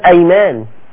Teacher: وواحدة أيمان بفتح الهمزة والياء اللينة